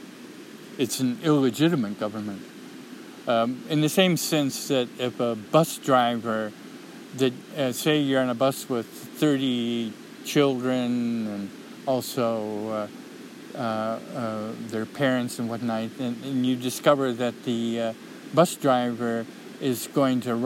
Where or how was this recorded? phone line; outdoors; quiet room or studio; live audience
outdoors